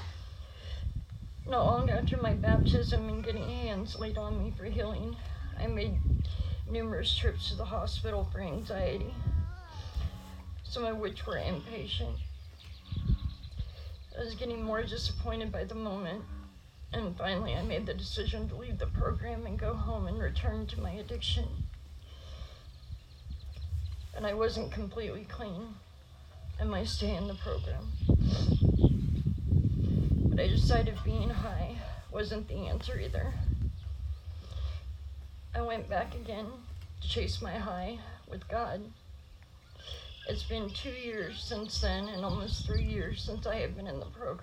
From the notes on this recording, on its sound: Church at the pond - Baptism.